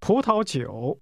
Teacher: It's pronounced with two rising tones, followed by a falling rising tone.